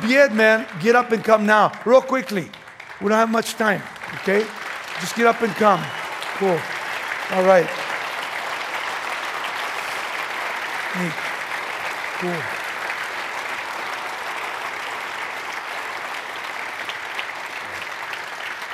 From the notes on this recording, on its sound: from the 2005 Southwest Men's Conference